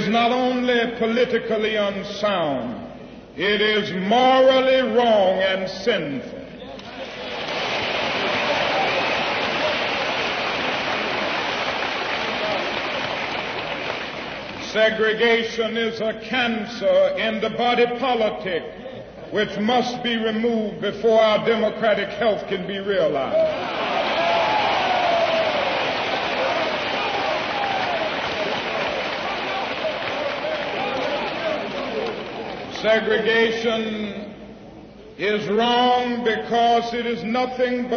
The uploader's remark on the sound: Address at Freedom Hall Rally Detroit